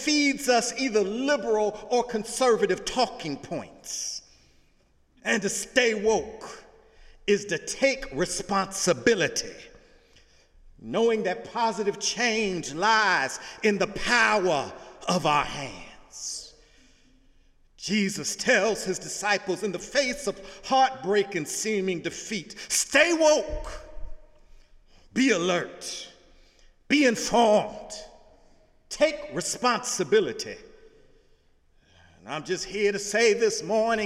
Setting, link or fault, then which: setting, large echoing room